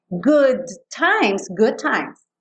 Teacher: Não vai quicar duas vezes, uma no D e uma no T.